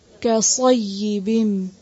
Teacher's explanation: یا کی جو زیر ہے اس کو اور باریک کریں